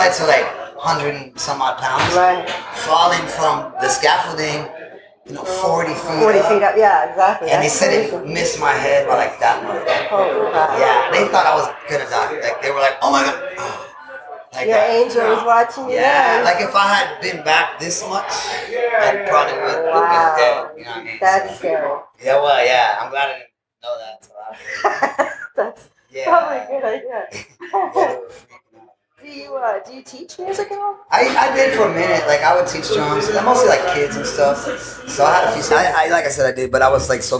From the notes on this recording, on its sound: Interview will be already in progress as it was the evening of the show and there may be some background noises as we were in the Green room.